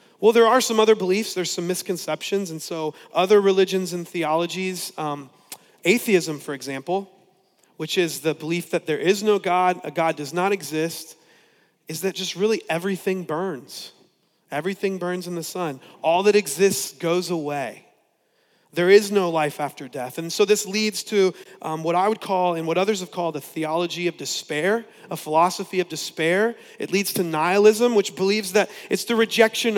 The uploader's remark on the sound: preached on November 22, 2015 at Veritas West